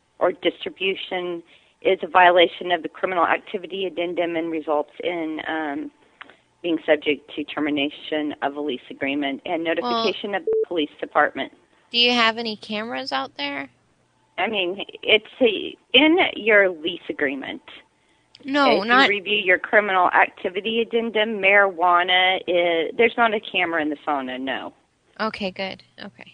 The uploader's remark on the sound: Prank Phone Calls Collection